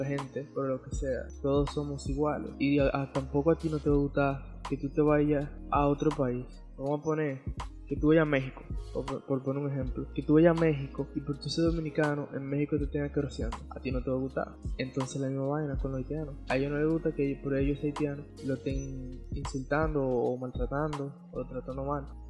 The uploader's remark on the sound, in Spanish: En el audio hay una pequeña estática, asi que no les recomiendo usar audífonos para escucharlo